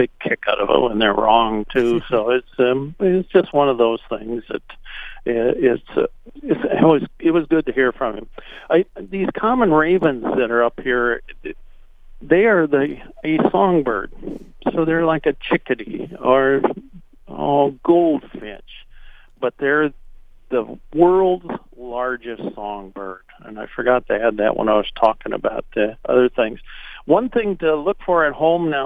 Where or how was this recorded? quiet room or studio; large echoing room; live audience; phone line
phone line